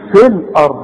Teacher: انما دلوقتي نقول في الارض وكأن الياء غير موجودة